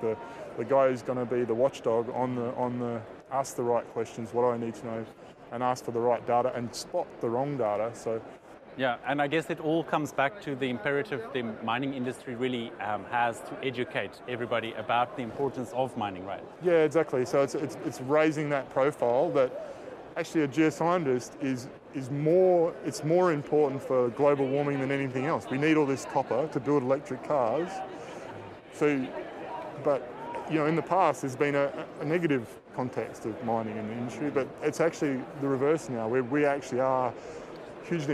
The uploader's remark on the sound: This week's podcast features interviews from the Vancouver Resource Investment Conference.